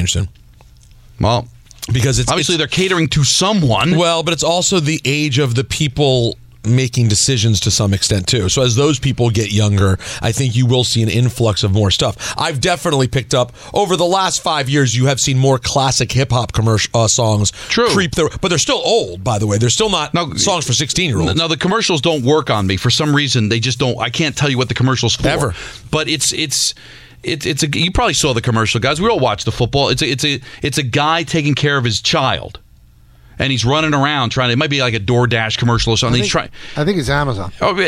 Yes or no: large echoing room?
no